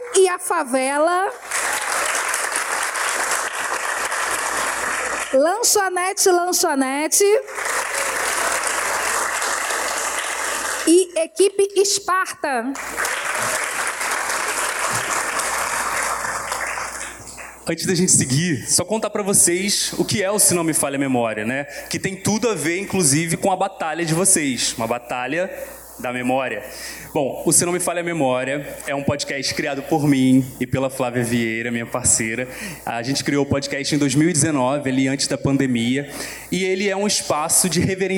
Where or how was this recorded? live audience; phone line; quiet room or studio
live audience